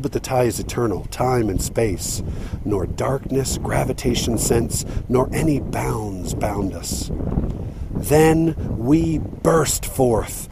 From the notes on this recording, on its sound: Recorded by the Diamond Fork River, but there was a bunch of obnoxious wind that sometimes you'll hear with lousy noise.